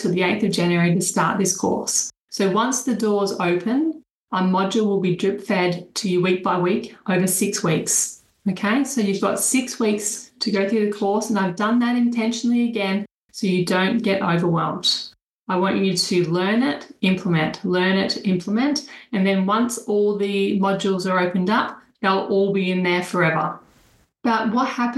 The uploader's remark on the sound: An inside listen to the latest Webinar. This recording is the audio extractred from the webinar.